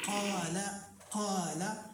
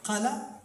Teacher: لا بد أن يمد مدا طبيعيا بمقدار كما قلنا بمقدار حركتين، لا تزيد عليه ولا تنقص · Shown in: first take · لأن إذا نقصت كأنك نقصت شيئا من القرآن. · Term: المد الطبيعي